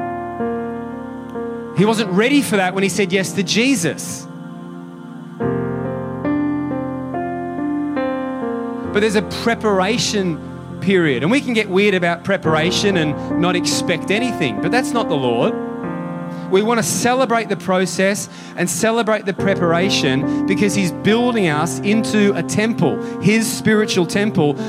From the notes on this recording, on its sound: Sunday July 23 Echo Church Melbourne